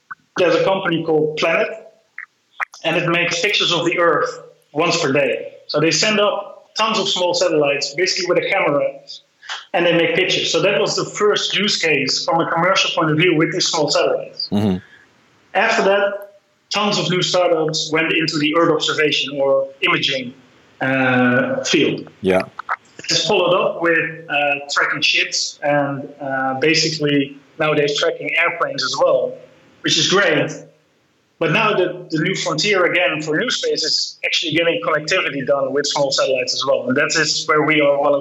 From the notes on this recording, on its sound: Who's based in Amsterdam, via a Skype call.